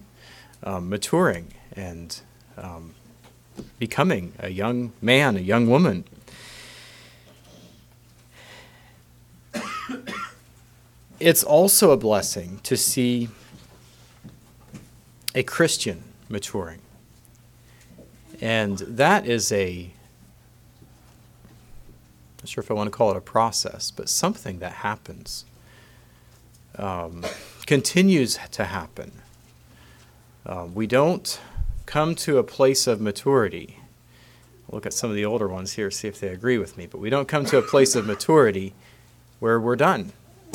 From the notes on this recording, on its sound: Message preached at Word of Hope on Sunday February 11, 2024